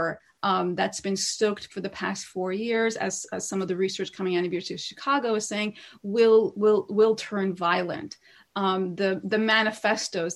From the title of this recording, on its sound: The New Arab Webinar Series